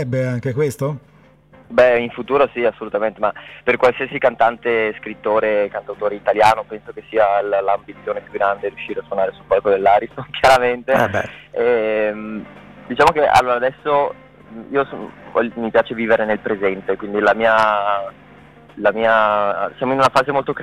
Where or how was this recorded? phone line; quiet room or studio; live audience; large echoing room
phone line